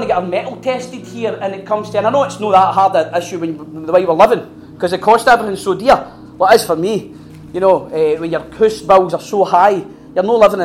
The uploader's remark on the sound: Recorded at our second Resilient retreat at the beginning of 2024.